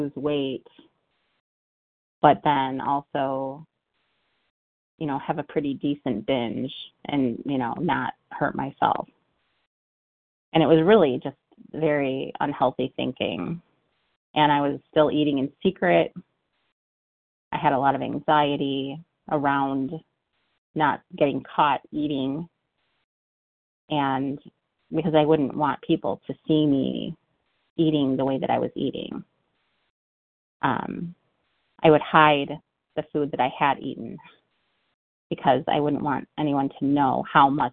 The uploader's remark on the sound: from the 100 Pounders Phone Meeting